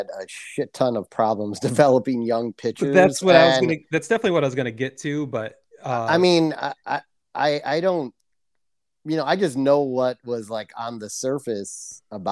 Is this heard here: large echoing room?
no